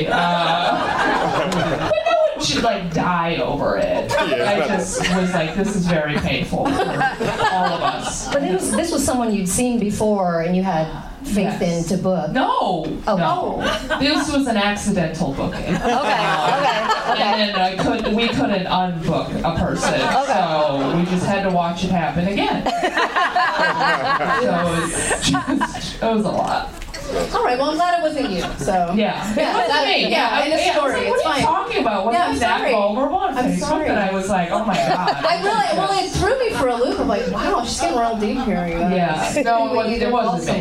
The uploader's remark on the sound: LIVE Podcast from the Punch Line San Francisco.